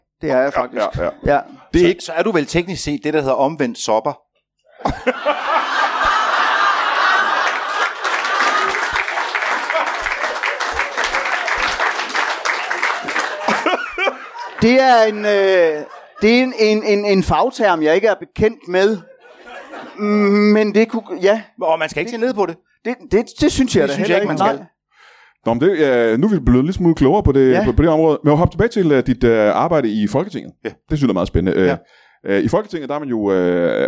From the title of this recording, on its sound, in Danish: LIVE fra Tobbers i Kolding